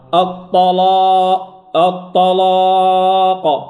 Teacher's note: الكلمة كلها عندنا مفخمة إلا الهمزة